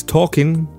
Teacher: No L pronounced in it. It's written, yes.